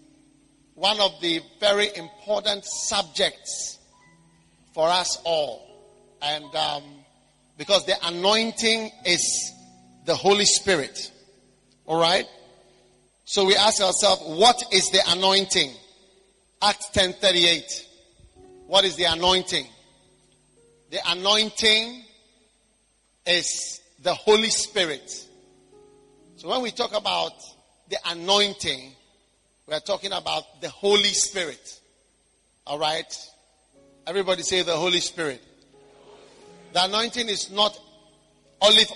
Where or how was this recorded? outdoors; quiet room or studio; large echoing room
large echoing room